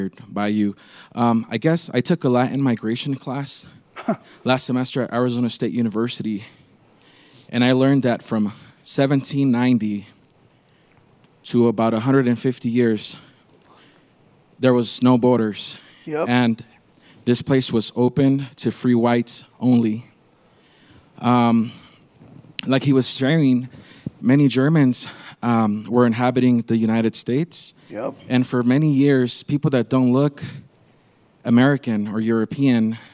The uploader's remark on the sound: from the Aspen Ideas Festival.